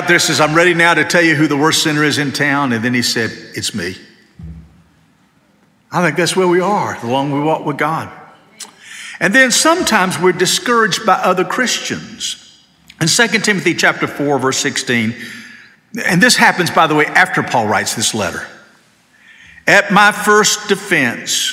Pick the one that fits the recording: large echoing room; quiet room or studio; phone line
large echoing room